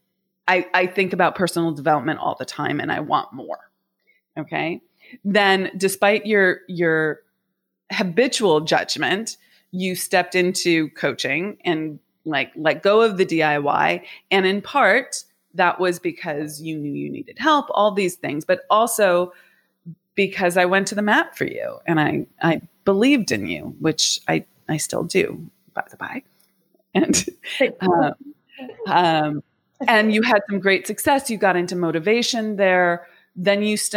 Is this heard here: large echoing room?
no